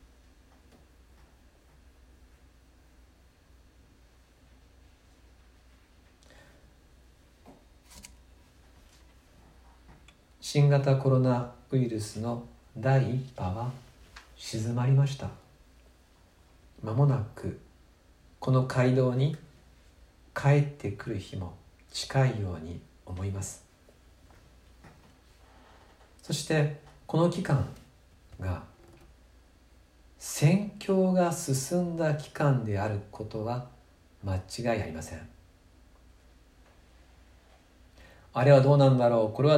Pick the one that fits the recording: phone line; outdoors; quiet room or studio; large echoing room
large echoing room